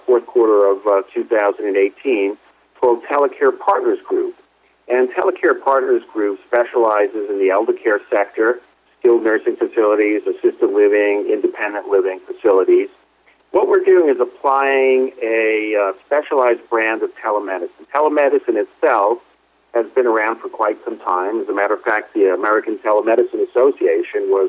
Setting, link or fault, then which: link, phone line